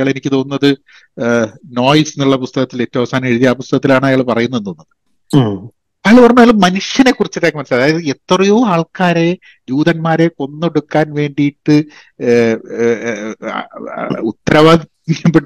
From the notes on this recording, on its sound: I had a long Zoom call